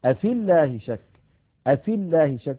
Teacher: أفي الله شك، أفي الله شك، التقى ساكنان، الأول ياء ساكنة في آخر الكلمة الأولى وأول الكلمة الثانية ساكن، وهو اللام الأولى من اللام المشددة من لفظ الجلالة، فنسقط الياء من كلمة أفي من اللفظ، فنقول أفي الله شك، أفي الله شك بإسقاط الياء لفظا، هذا في حالة الوصل.